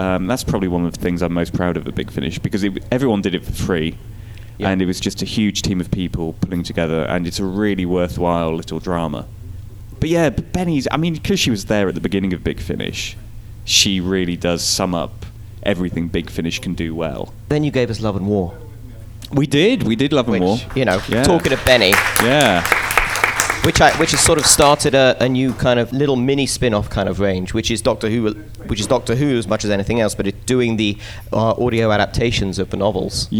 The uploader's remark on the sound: We head over to Los Angeles for our latest podcast. Field questions from the audience at the recent Gallifrey convention!